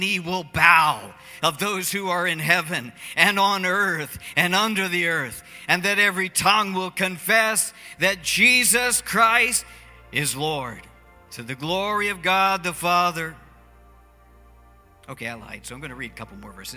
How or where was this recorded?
large echoing room